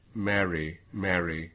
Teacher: But if I do the roticity, mary, mary, personally, when I say it, I feel like I'm doing the slightest little reach towards the alveolar ridge, mary, mary, that allows me at least to conceptualize it in my own mouth as a consonant R.